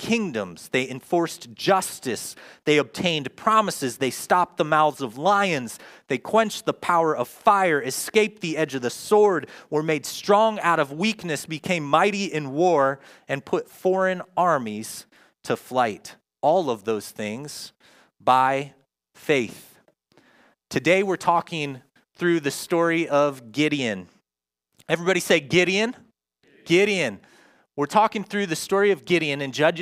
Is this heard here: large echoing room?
yes